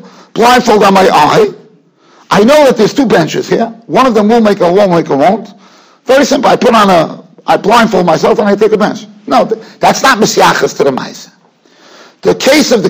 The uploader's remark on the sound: Shiur recorded in Yeshivas Ohr Reuven, Monsey, NY.